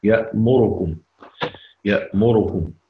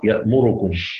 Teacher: يبقى الدوري له وجهان، الإسكان يأمركم زي السوسي، وله وجه آخر وهو اختلاس ضمة الراء